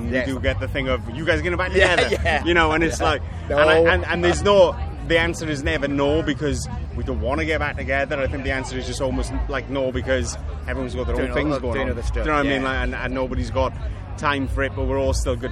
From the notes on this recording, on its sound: chiiling at Leeds Festival 2021 over the weekend